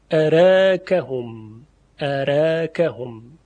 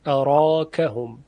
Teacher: یعنی هم میتونیم بگیم اراکهم به فتح، اراکهم، که طبیعتا حرف را هم تفخیم میشه، اراکهم، و هم میتونیم تقلیل کنیم، اراکهم، اراکهم. خب اگر تقلیل کردیم، حرف را طبیعتا ترقیق میشه، چون ترقیق با تقلیل مناسبت داره و تفخیم هم با فتح